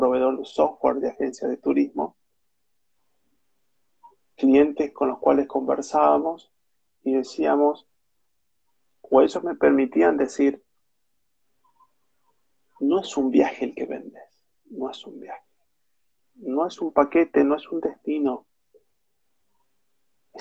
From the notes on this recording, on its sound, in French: Un Instagram live